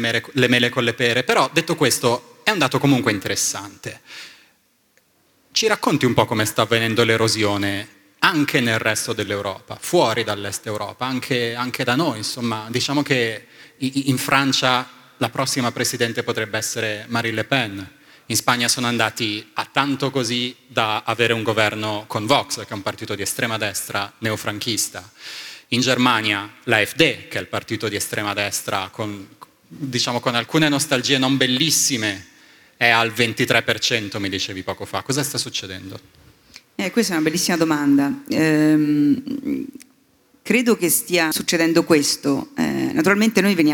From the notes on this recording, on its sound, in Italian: In una puntata speciale live registrata al Talk del Post a Faenza. In una puntata speciale live registrata al Talk del Post a Faenza.